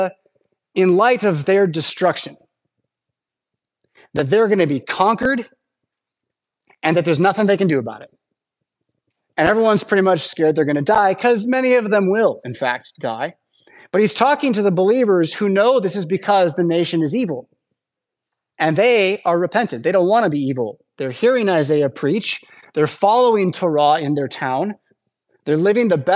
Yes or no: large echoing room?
yes